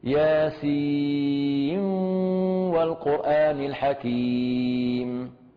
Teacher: هنا ننتبه، عندنا سين ممدودة بست حركات من الجوف، ياسي، ثم إدغام النون مع الواو بغنة كاملة، هنا وغنة مخرجة الخشم، ياسين والقرآن الحكيم.